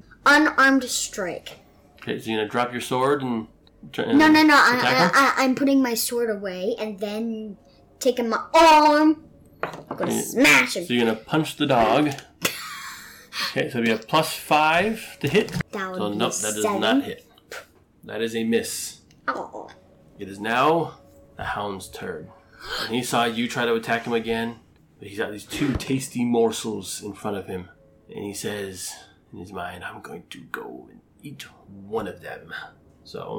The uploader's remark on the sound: Background tavern sound by Syrinscape